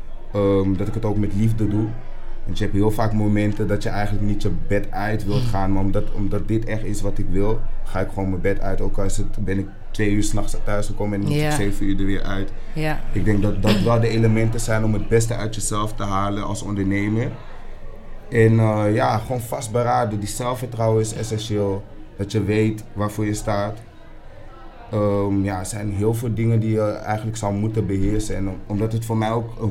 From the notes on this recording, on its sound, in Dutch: een live podcast gehost op het netwerkevent Mixing Visions